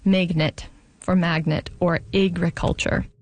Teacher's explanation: among some speakers, particularly notable in Vancouver and Seattle and maybe a little bit of Portland, ags are turning into eggs · Term: pre-G merger